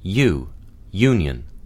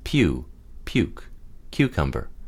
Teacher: The J-U should be more forceful and muscular, beginning the word, whereas the small cap I-U should be softer, flowing the first consonant into the remainder of the word. Note that most phoneticians use U to represent both sounds, as their usage follows predictable rules, so one is not likely to use the sound interchangeably.